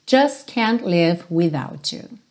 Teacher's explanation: Percebe como que você não ouve esses T's. Nem do just, nem do can't.